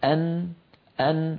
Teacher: وأما النون فجزءها الفموي هو الجزء اللساني